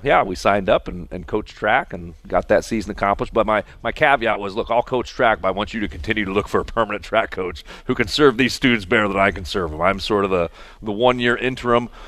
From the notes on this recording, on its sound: live from Monterrey Mexican Grill on McKinley Road in Mishawaka